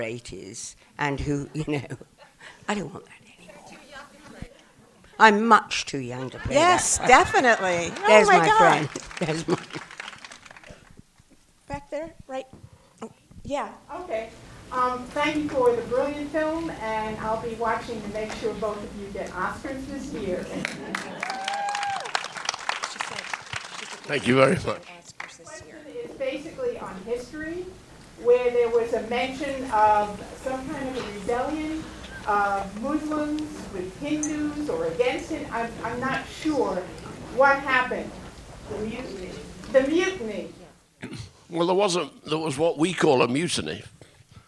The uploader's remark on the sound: Recorded at the Landmark in Los Angeles on 9/22/17.